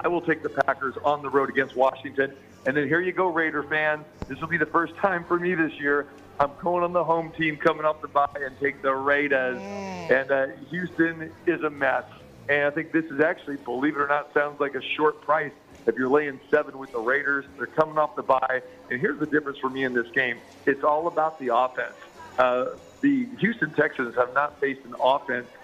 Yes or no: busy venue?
yes